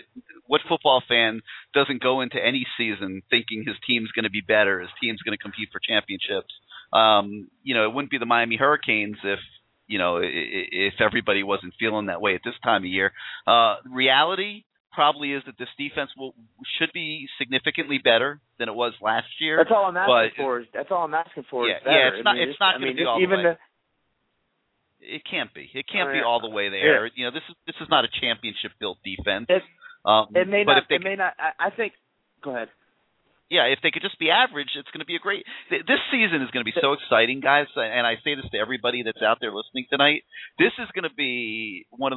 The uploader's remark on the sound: call in show with CaneSport subscribers and Canes fans throughout the world